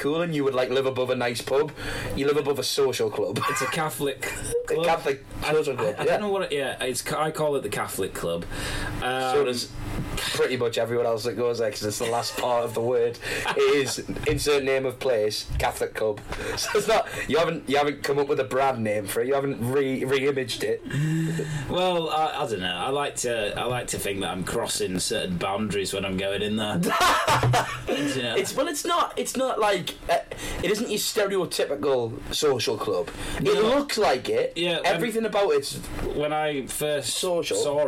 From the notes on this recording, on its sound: Some Particularly Bad Audio.